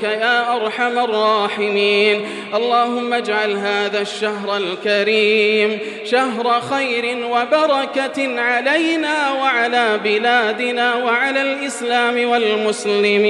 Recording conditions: large echoing room